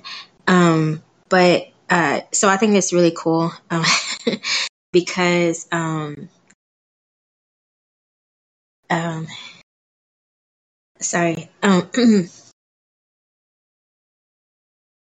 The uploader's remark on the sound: Live Bible Study. From our Thursday night community bible studies on the discord server.